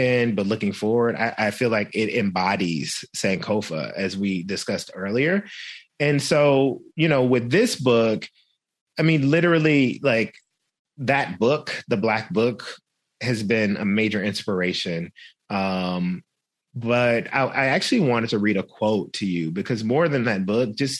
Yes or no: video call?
yes